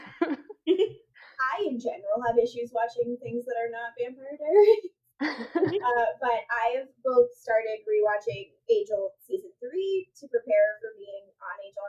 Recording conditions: poor sound quality